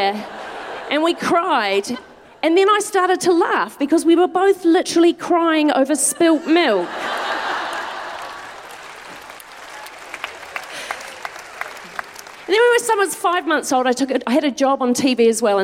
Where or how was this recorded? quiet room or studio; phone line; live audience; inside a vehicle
live audience